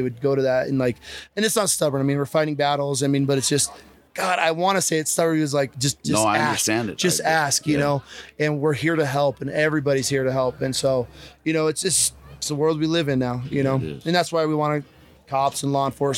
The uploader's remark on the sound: Live from Mountain Archery Fest